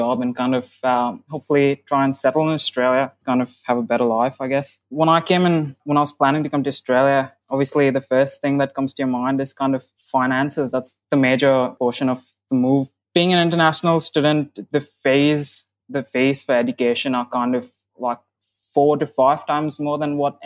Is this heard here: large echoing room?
no